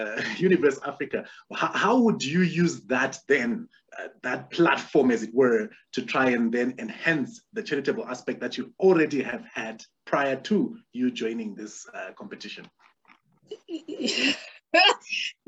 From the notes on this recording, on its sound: The series is webcast via Zoom